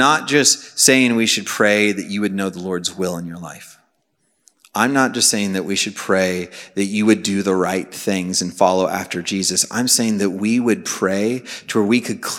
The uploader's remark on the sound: Message preached on May 11, 2023 at a Thursday Night Gathering of Coram Deo College Ministry.